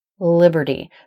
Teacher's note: it's a three-syllable word and stress is on the first syllable. So that syllable should be a little bit longer. It's going to be a little higher in pitch.